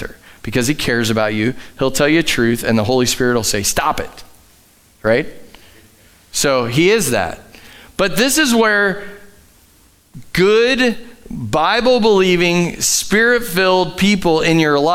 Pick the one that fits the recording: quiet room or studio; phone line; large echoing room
large echoing room